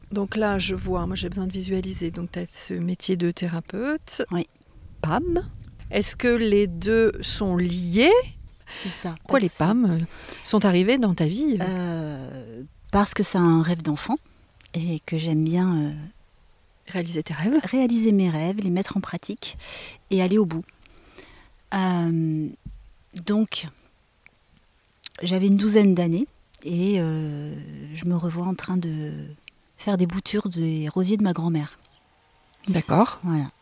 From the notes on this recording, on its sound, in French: Tiny House en Dordogne. J'expérimente l'enregistrement en extérieur, et je peux vous dire que nous avons kiffé le chant des oiseaux, le petit bruit des insectes, et le doux murmure d'une tronçonneuse au loin.